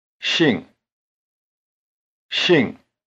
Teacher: If it sounds more like shingle to you, notice these two differences. 姓 is pronounced with the tongue farther forward and with the lips spread.